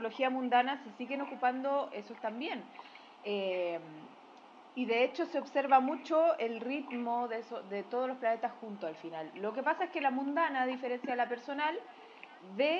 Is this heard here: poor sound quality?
yes